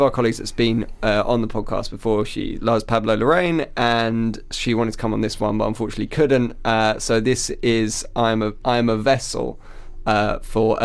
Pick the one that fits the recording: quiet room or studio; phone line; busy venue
quiet room or studio